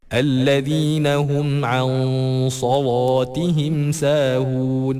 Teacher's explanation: Imam Warsh bila jumpa kalimat macam ni, iaitu lam berbaris atas, sebelum dia ada sad ataupun ada ta ataupun ada za, lam itu akan ditebalkan.